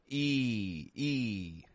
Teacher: when we make the sound E, we have our teeth very close together, and the back of our tongue is making pressure against our top teeth. E. The tip of our tongue is just kind of low down, hanging around, not doing anything important.